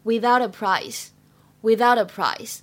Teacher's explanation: 最后这个单词呢 price 当中呢有一个双元音 i，发音呢要尽量的做到饱满到位 · 句子的末尾呢有一个 without 和 a 可以轻微的连读一下 · IPA: [praɪs]